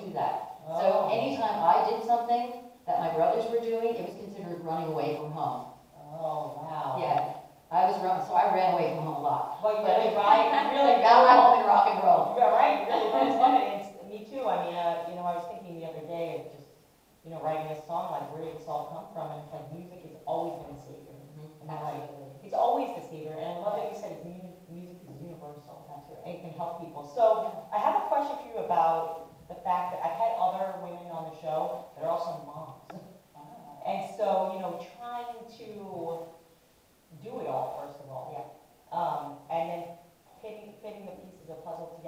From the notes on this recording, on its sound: Warrior Women in Business Live audience podcast and event series NYC 2020.